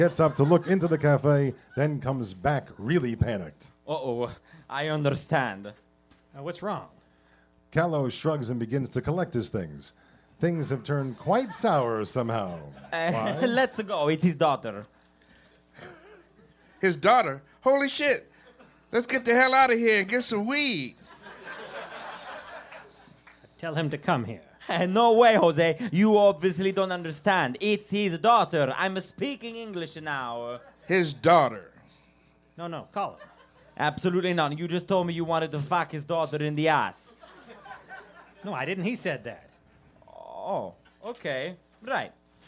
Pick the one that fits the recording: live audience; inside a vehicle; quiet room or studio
live audience